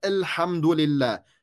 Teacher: We need to make sure we are saying Alhamdulillah, not starting with the sukoon on the lam